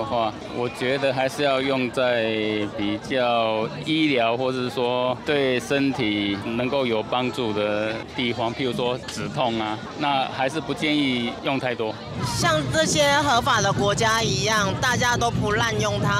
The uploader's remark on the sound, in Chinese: 2023 年 4 月 16 日是台灣的大麻遊行：綠色浪潮！鬼島之音在現場擺攤共襄盛舉，《大麻煩不煩》節目製作組還進行了突擊街訪，蒐集了現場民眾對於台灣大麻合法化的真心話。今年的綠色浪潮是自舉辦以來，參與遊行人數最多的一次。鬼島之音的團隊也跟著隊伍從頭到尾走完了整趟遊行。